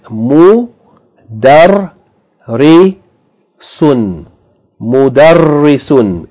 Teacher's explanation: With shadda on the ra, so the ra is emphasized.